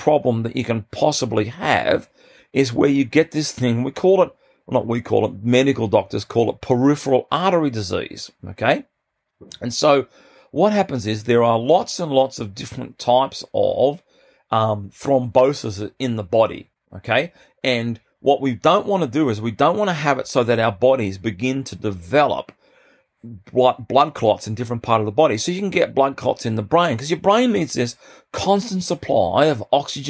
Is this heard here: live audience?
no